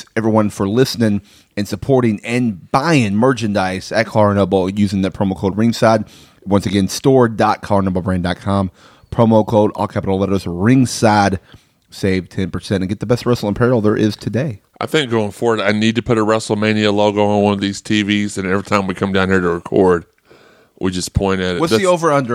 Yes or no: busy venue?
no